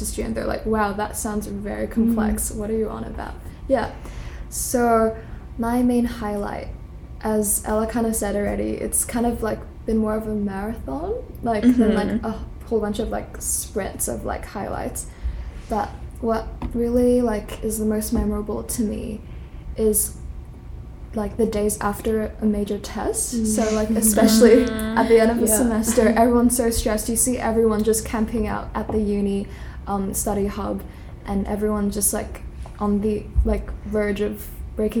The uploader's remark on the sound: Sorry for the screeching laughter—our boujee microphone disconnected